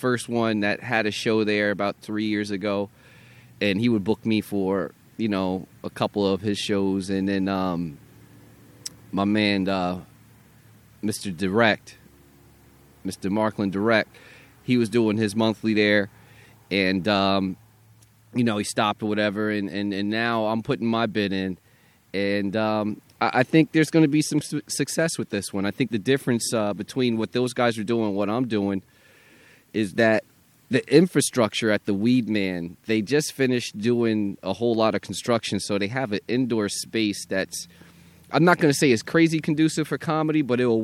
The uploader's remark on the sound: Had a great first show produced in Trenton, NJ at the NJ Weedman Joint Restaurant, this will be a monthly show.